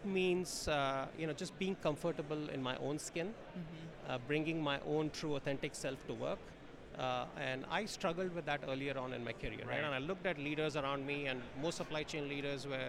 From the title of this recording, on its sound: Live From Manifest 2024